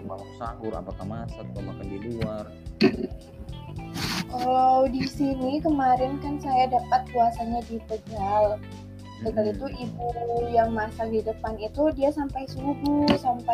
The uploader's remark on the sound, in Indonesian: Mohon maaf jika suara saya kurang terdengar